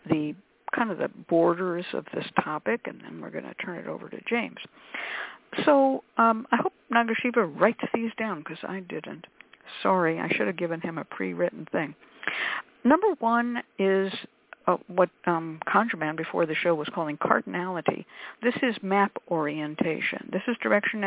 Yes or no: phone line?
yes